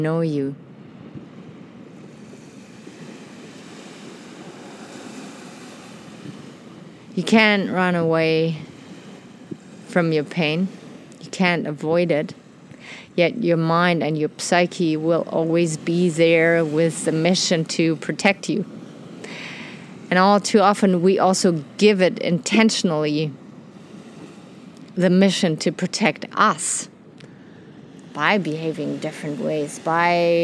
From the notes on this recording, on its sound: Today enjoy an episode recorded on a black sandy beach in Mexico.